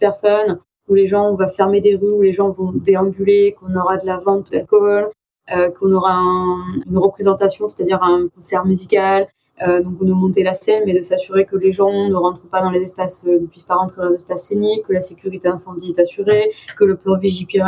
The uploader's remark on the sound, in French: On s'est donc donné rendez-vous en visio